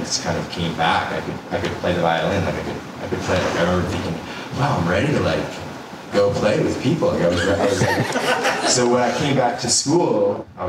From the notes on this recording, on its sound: was recorded live before an audience